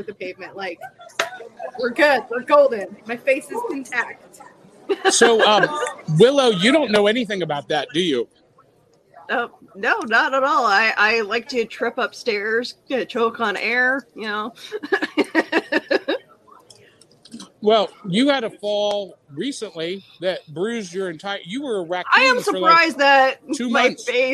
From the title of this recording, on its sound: Live from Cryptid Con!